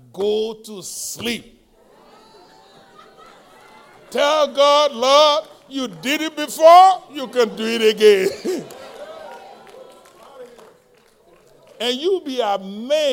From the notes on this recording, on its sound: Live-recording.